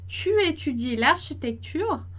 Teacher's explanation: a entonação tem que subir